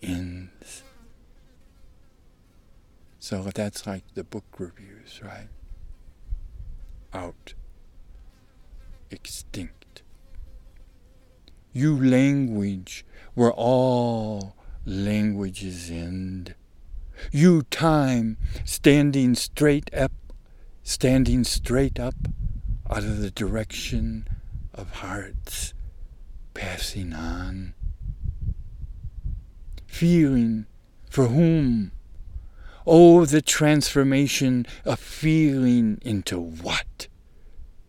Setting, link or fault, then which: setting, outdoors